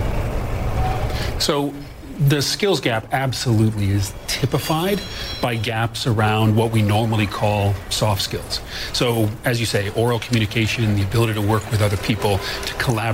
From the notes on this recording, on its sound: live from the New York Stock Exchange.